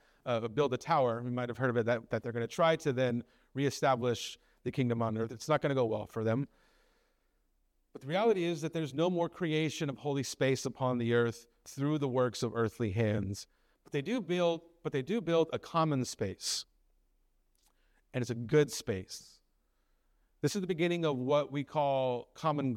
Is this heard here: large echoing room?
yes